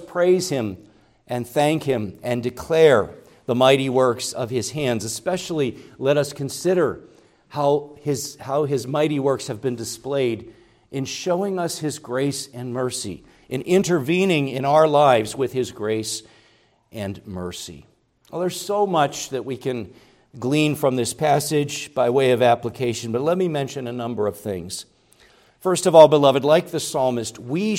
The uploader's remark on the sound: preached at Grace Orthodox Presbyterian Church in Sewickley, PA, during the evening Worship Service